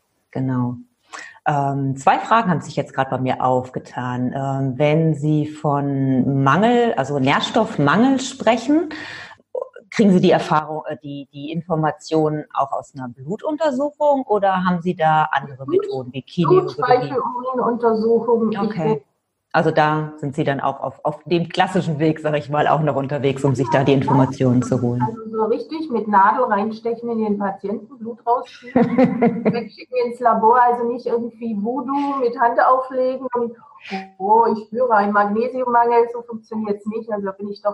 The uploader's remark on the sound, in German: Trotz der leider schlechten Tonqualität